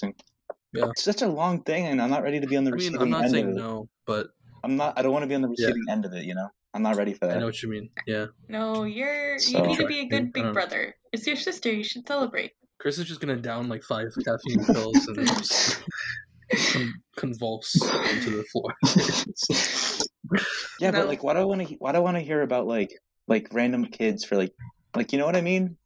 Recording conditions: distortion